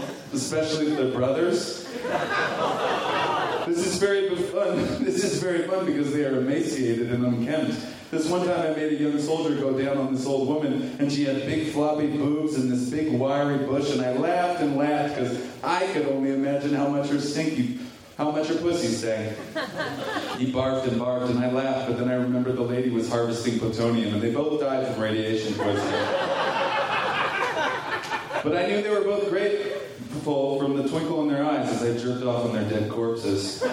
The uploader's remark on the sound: Recorded at SF Sketchfest, January 30, 2015.